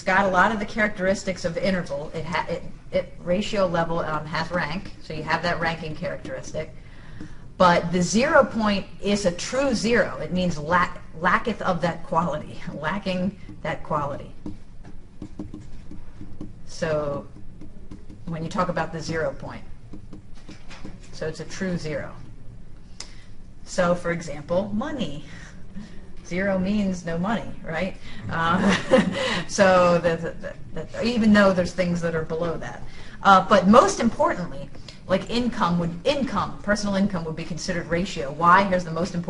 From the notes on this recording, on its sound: This is a clip from a live classroom so you will hear me interacting with students. This is a clip from a live classroom so you will hear me interacting with students.